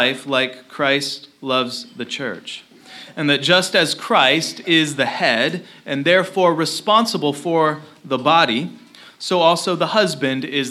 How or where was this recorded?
large echoing room